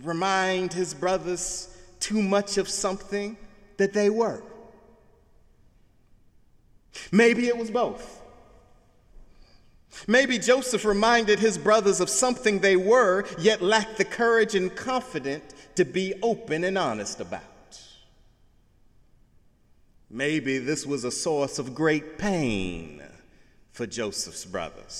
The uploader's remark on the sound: Sunday sermon August 27, 2017 in the Memorial Church of Harvard University